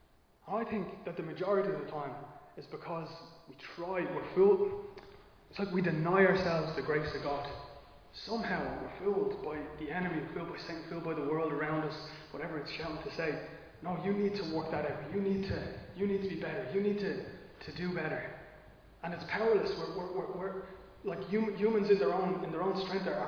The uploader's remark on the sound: Recorded live in Liberty Church on 7 August 2022